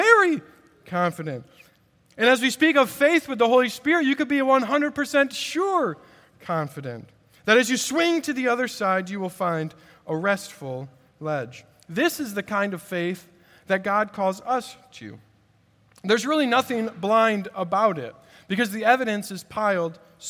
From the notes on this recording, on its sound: At Redeemer Presbyterian Church in Charleston, SC.